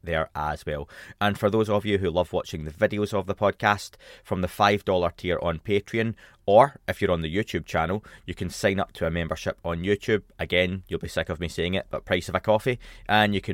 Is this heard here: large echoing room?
no